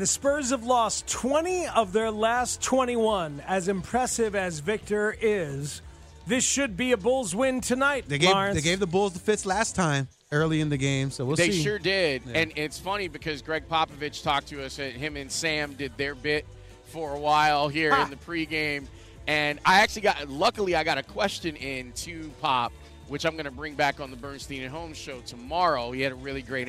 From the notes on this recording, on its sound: Live from the United Center.